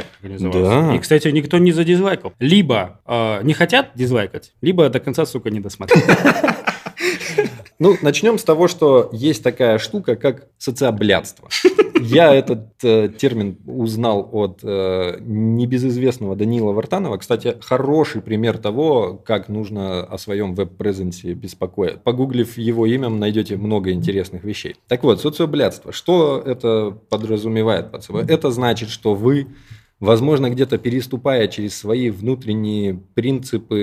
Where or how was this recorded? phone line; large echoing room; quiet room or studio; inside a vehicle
quiet room or studio